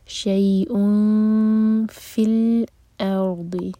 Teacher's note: جب فا کے لیے اخفا کریں تو ہوٹوں کو پھیلا لیں